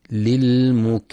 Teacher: وينتبه القارئ لرخاوة الذال في للمكذبين